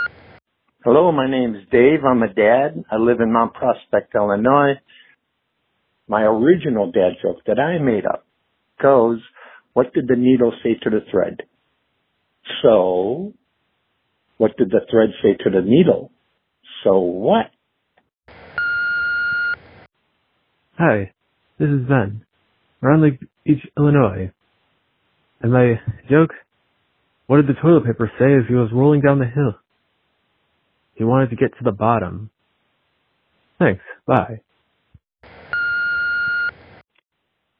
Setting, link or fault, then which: link, phone line